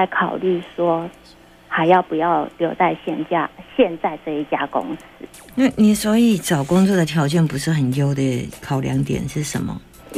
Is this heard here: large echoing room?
no